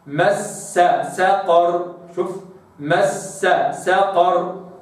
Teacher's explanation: هنا تتكرر السين أخلص سينا من سين